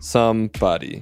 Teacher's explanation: So stress is on some.